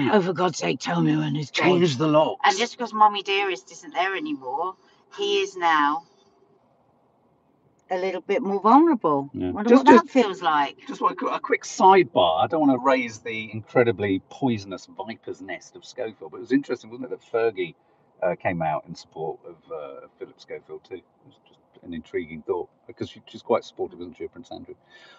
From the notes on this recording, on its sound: Train chaos means today's Coffee Moaning is from the car so apologies to everyone listening if the sound is a bit wonky!